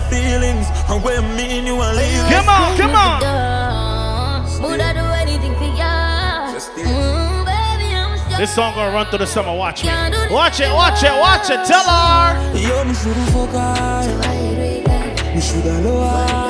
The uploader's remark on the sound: Live Audio From Cups N Convos Game night inside Polygon BK.